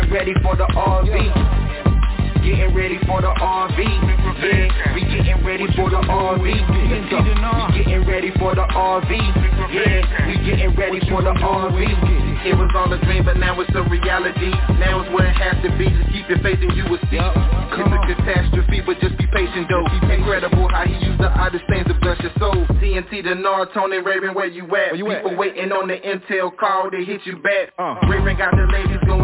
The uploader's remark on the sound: TNTSuperfantastic Conference Call.